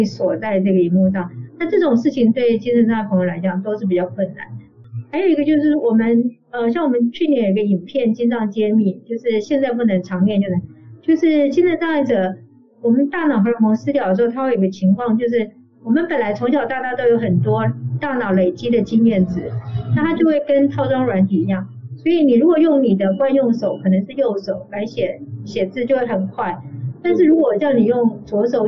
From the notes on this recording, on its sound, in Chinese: 本集採線上錄音，音質欠佳請見諒